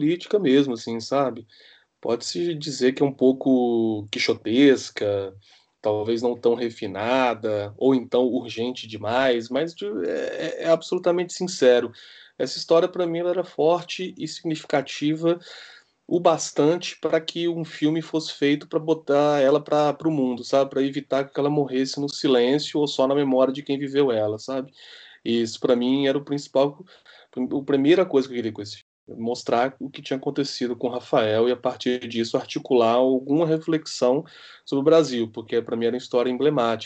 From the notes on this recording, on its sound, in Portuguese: Em tempos de pandemia e gravações à distância.